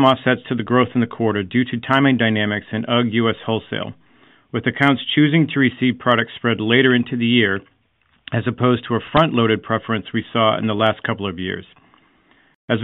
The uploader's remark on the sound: Q1 2024 Earnings Conference Call of Deckers Brands.